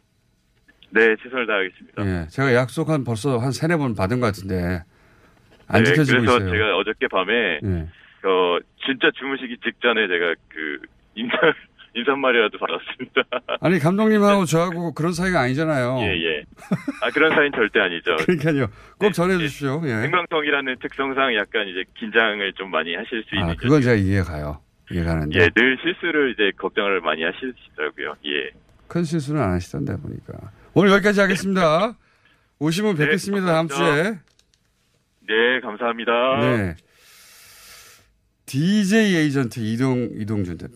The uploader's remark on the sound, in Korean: 전화연결